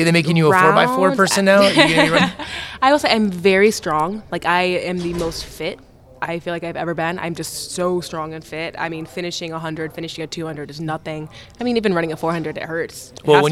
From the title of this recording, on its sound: LIVE from Las Vegas!